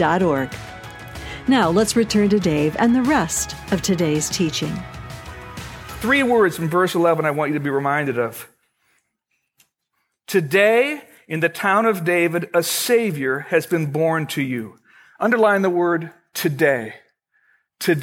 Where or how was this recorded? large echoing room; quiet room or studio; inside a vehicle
large echoing room